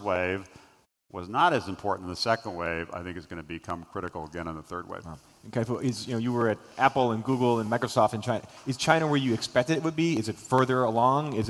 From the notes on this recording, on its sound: was recorded at the Forbes Under-30 Summit late last year.